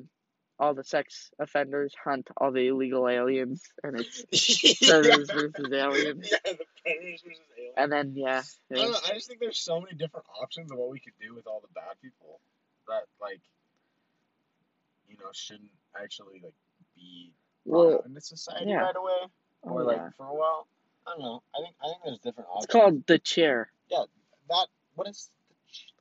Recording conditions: poor sound quality